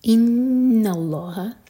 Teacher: نون پر غنہ، نون light, آگے لام جلالہ ہیوی اور اس کے بعد ہا لائٹ